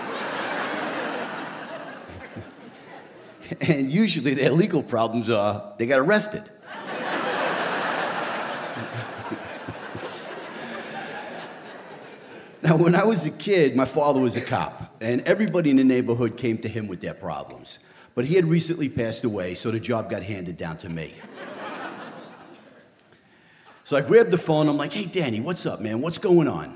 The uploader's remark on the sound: A special live edition of The Moth recorded at the Shubert Theatre in Boston.